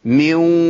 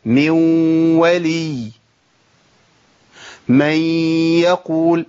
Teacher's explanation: واو بس فيها غنه، لان الصفه فضلت موجوده بتاعت الغنه بس مع الواو · Term: ادغام ناقص